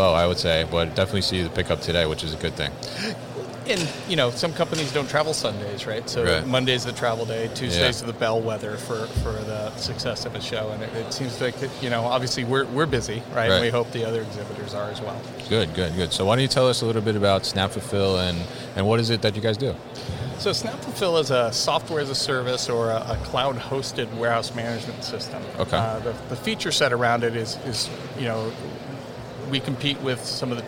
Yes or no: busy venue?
yes